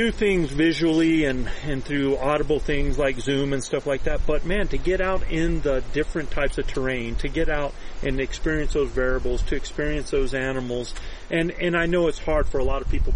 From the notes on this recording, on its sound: We are live from the ElkBros Elk Adventure Camp 2023! During an actual late September elk hunt.